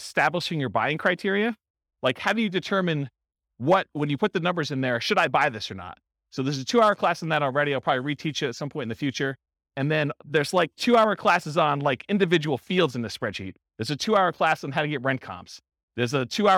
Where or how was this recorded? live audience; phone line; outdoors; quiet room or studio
live audience